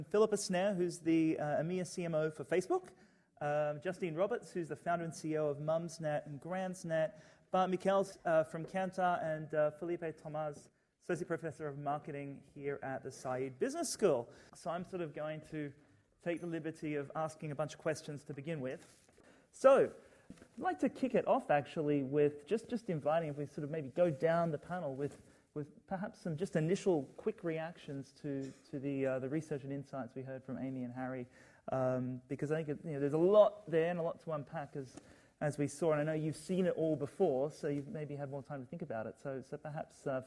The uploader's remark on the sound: Recorded live at Saïd Business School (Oxford University), a panel of experts.